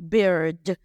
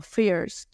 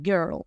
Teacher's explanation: cuando la I está al lado de la R, esa R se come la I. Es como si la, la I se desapareciera. Entonces lo que hay que hacer es imaginarse que no hay una I y pegar la consonante que está antes de la I a la R.